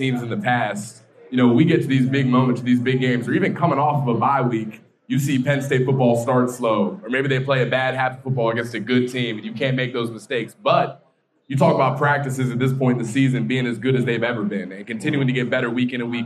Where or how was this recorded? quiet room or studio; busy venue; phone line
busy venue